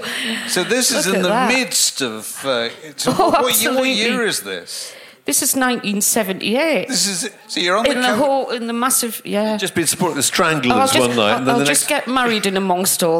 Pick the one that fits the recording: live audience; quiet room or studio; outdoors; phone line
live audience